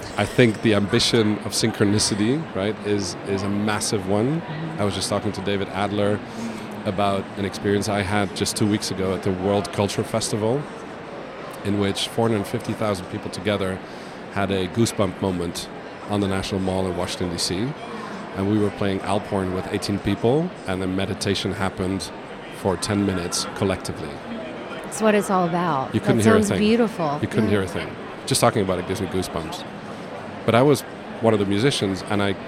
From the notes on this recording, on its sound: Live from buzzing and immersive IMEX 2023 in Las Vegas, USA. IMEX America is the largest trade show in the US for the global meetings, events, and incentive travel industry.